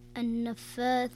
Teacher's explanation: النون المشددة يكون الحكم فيها غنة بمقدار حركتين، فتقرأ النفاثات.